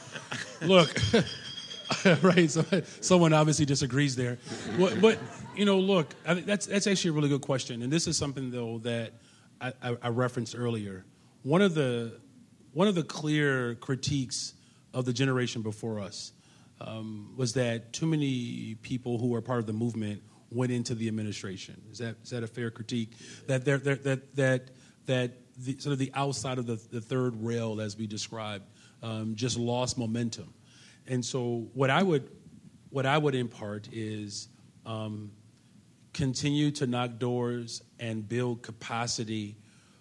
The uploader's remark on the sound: on stage at the Promontory club in Hyde Park for First Tuesdays